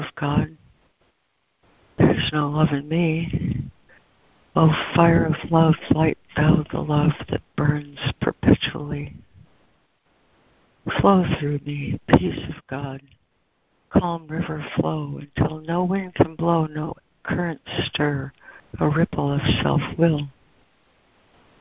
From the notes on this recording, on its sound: ACIM Daily Conference Call